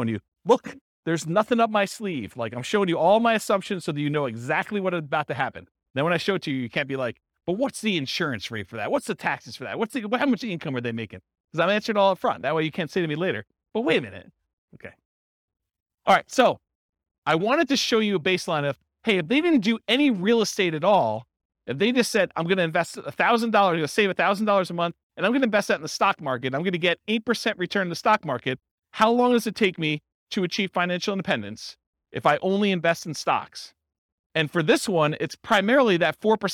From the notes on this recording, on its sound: This was a live class recorded